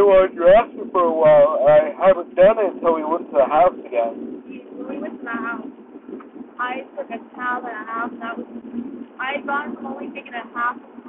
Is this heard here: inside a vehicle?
yes